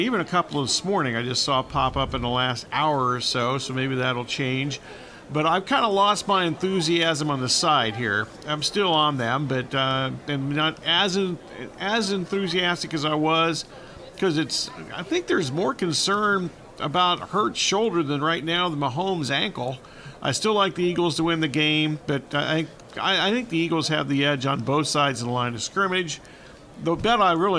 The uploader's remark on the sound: Extra Point live from Super Bowl Radio Row.